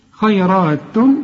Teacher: الراء بالمد بتاعها مفخم لأنها مفتوحة